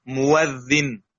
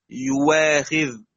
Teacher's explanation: وواوا يعني المفتوحة وقبلها مضموم تتحول واوا، يعني مؤذن تصير واو خالصة مفتوحة